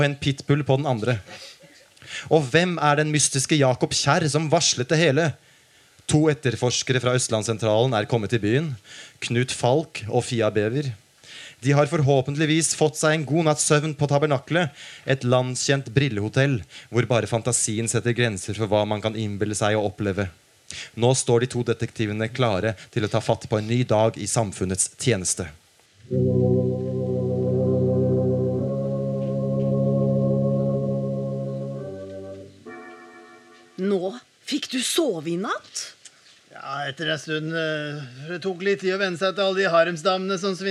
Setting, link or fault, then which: setting, live audience